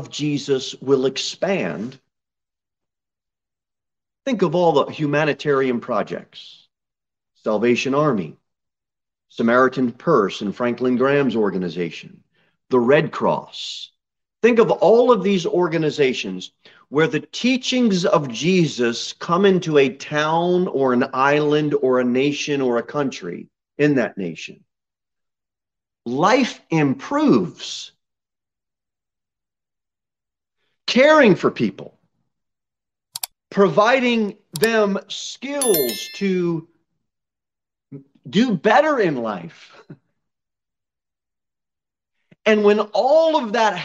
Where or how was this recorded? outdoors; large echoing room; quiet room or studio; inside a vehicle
large echoing room